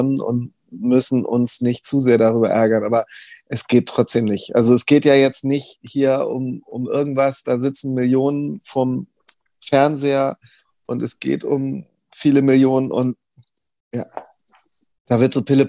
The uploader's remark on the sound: via Zoom